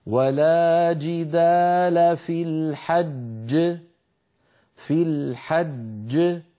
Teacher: الجيم الأولى مدغمة والجيم الثانية كانت متحركة في الوصل فسكنت للوقف فلما سكنت للوقف لا بد من قلقلتها أما الأولى فهي مدغمة لا قلقلة فيها ويكون النطق هكذا ولا · Term: الجيم المشددة